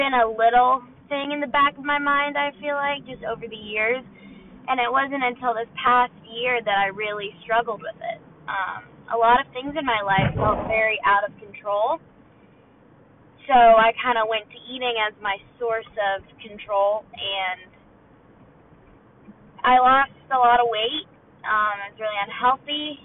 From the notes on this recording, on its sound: Welcome to the first ever “drive with me” car segment. In this episode you will enjoy the lovely audio that is in my car.